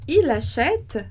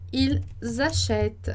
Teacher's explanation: a gente sabe a diferença entre o singular e o plural por causa da liaison